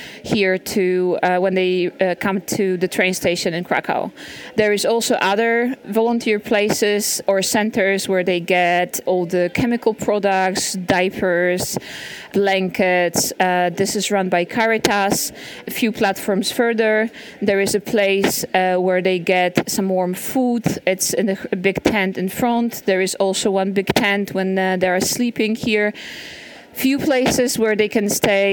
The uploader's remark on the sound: Recorded in Kraków, Poland. Volunteering at Kraków train station. I was lucky to record this - it was around 8:30am and the station wasn’t yet heaving. A number of trains from the Polish/Ukrainian border arrived.